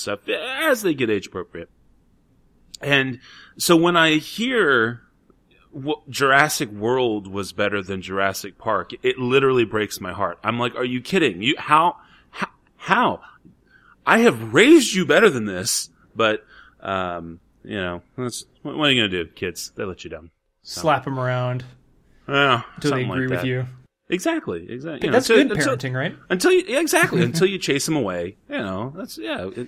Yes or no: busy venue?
no